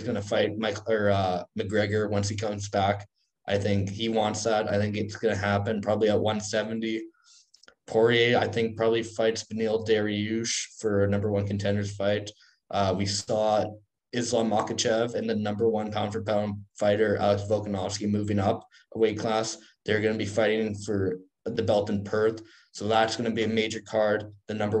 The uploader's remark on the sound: Another episode, another zoom call.